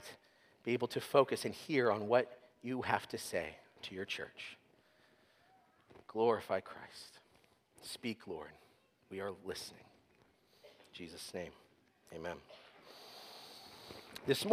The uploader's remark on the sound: sermon was preached at Covenant Fellowship Church on December 31, 2023.